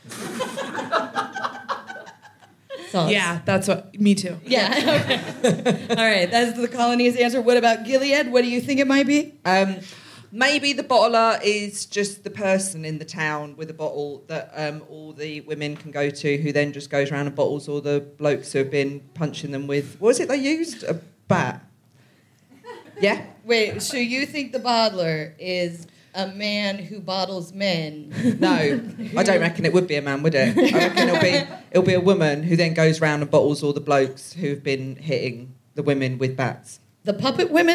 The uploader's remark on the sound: Recorded 16 September 2023 at Kings Place in London.